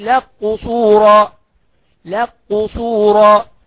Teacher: والكاف تدغم في القاف اذا كان قبلها متحرك